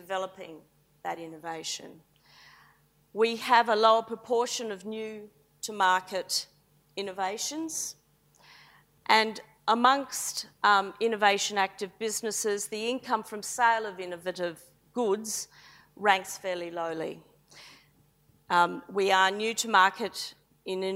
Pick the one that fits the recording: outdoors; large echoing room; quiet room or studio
large echoing room